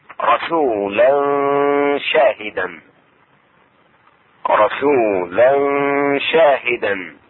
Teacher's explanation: إخفاء التنوين في الشين